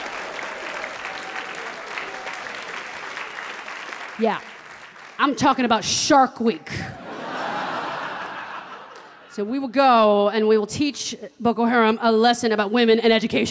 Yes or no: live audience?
yes